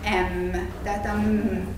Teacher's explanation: Mondjátok ki azt, hogy M, és akkor is érezni, hogy érzitek, hogy ott az orrunkban is történik valami, míg a P esetében nem. Tehát az M az egy nazális ajak hang.